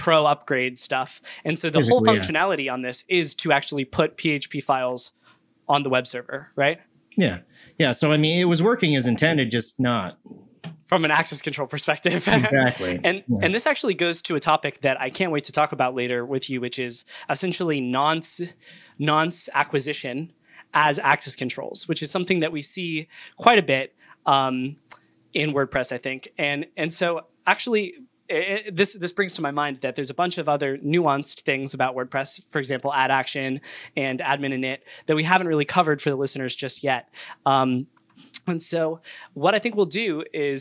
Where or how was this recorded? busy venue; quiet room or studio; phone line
quiet room or studio